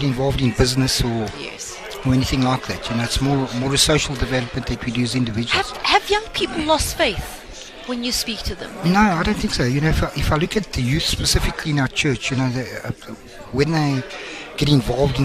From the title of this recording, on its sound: OB: Sandton Conversation Center for the Launch of Motsepe Foundation